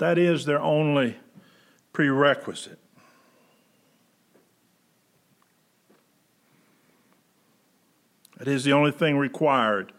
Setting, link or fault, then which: setting, large echoing room